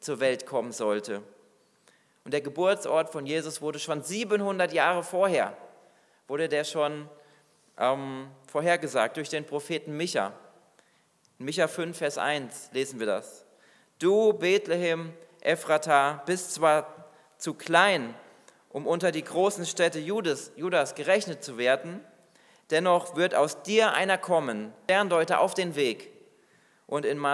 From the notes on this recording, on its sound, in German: Predigt aus dem Weihnachtsgottesdienst